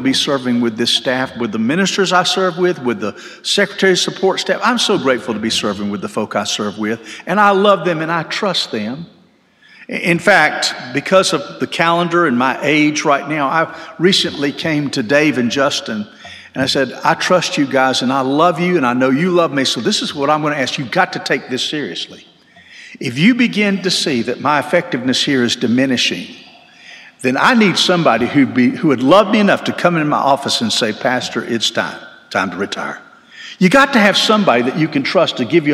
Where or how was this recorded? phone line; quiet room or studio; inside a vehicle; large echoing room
large echoing room